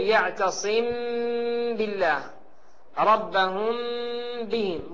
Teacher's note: أخطاء الناس في الإخفاء الشفوي: بعضهم يطبق الشفتين إطباقا تاما ويأتي بغنة خالصة بميم مشددة، فيقول يعتصم بالله ربهم بهم، وهذا خطأ.